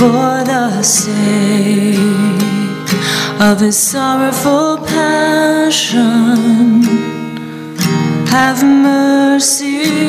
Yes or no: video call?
no